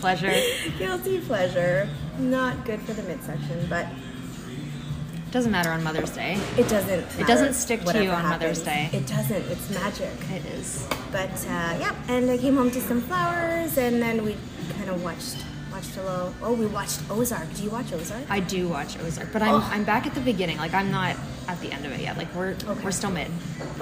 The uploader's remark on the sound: Raw and unedited episode we recorded over lunch in a small restaurant close to home for us both called "The Country Cabin" in Shelburne, Ontario, Canada.